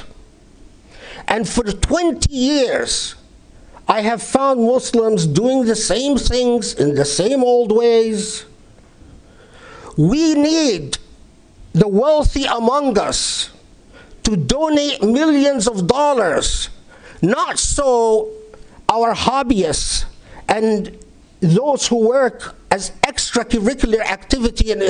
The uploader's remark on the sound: Delivered at the Islamic Center of Southern California, Los Angeles, 15 March 2019.